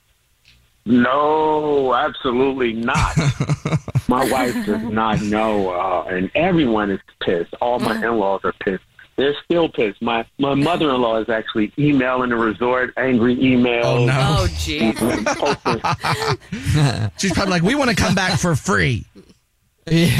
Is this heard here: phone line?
yes